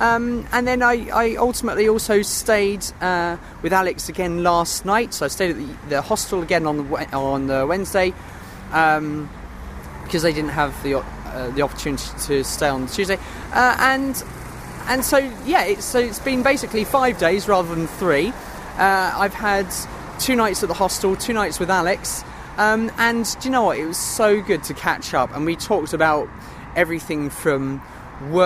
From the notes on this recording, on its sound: I’m on location, in my hammock